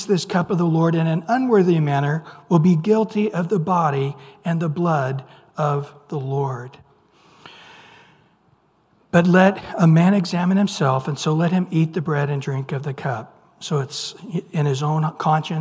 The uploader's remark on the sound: Recorded at Calvary Chapel of Los Alamitos on May 10 2023 on Wednesday evening sermon. Recorded at Calvary Chapel of Los Alamitos on May 10 2023 on Wednesday evening sermon.